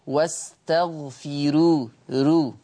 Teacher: راء مرققة لأنها مضمومة ومسبوقة بكسر أصلي